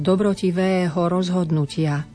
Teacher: Dobrotivého rozhodnutia, na konci je dvojhláska, rovnako dlhá